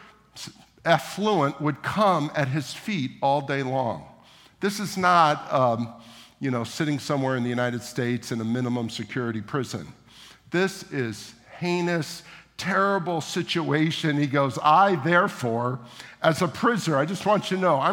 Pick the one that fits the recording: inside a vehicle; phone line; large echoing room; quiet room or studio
large echoing room